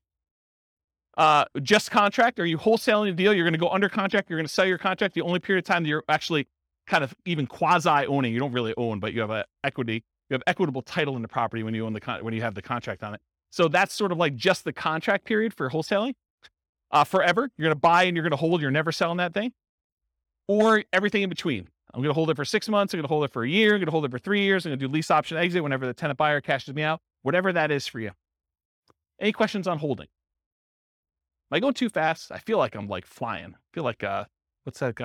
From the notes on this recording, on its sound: In Topeka, Kansas. This was a live class recorded.